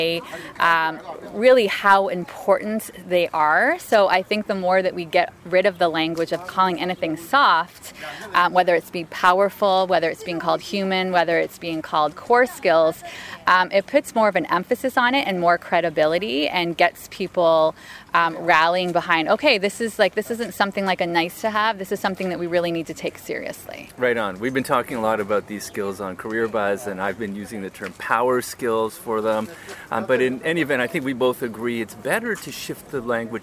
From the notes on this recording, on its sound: This interview was recorded at the Imagine Your Workplace 2019 conference.